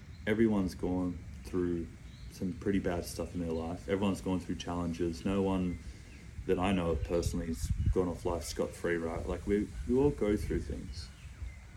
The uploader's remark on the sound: The video podcast that was planned for this week wasn’t able to be uploaded but to keep to my word I shot part 3 on my IPhone without a microphone.